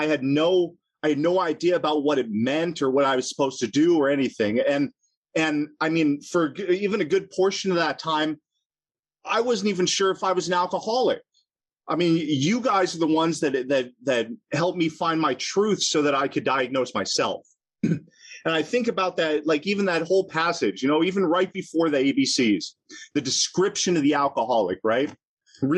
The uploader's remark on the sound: at the Broken Elevator Zoom Meeting held in June of 2022